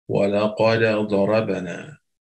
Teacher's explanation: But with Qalun, we read the dal with idhar, just like Hafs.